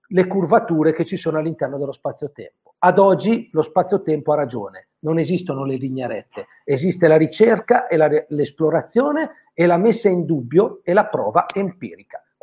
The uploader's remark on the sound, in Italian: audio pillole webinar